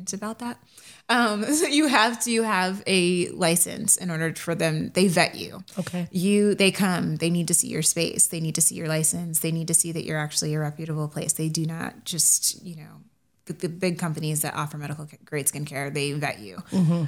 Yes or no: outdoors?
no